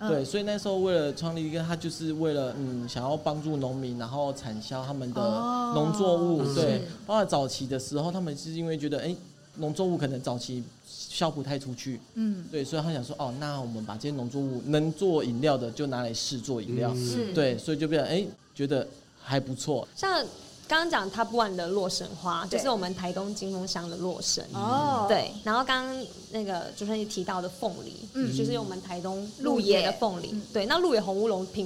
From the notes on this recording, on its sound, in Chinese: 本集因戶外錄製遇上音樂活動彩排，偶有較嚴重的環境音干擾，敬請見諒！